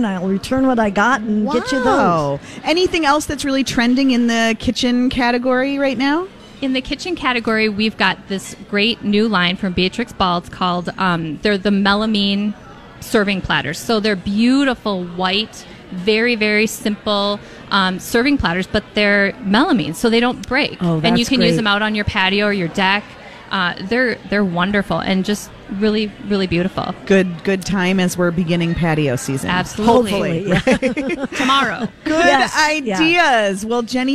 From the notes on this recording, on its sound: Broadcasting Live at The General Store in Minnetonka